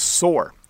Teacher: the word sore and the word sorry have the same O sound when we pronounce them in Canadian English